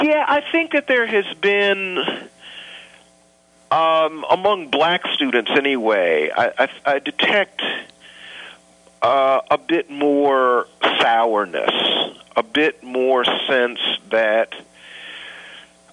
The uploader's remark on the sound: visited by phone